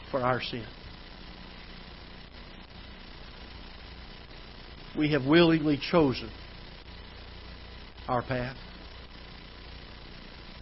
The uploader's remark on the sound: Ketha Heights Baptist Church ~ Live Broadcast